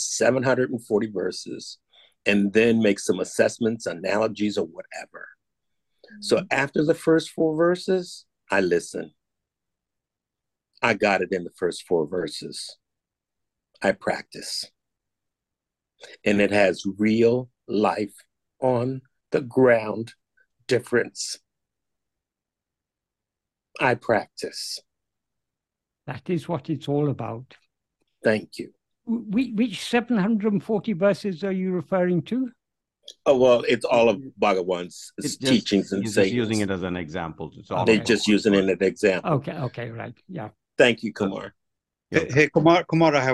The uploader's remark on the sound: In a Zoom meeting with Sri Ramana Center, Houston, on 4th November 2023